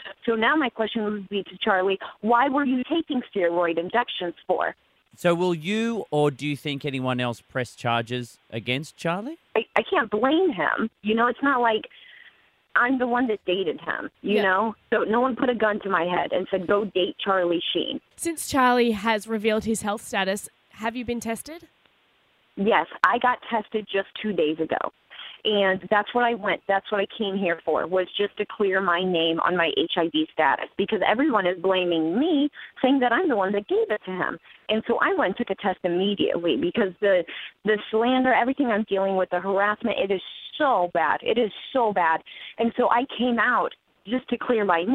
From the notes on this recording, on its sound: got her on the phone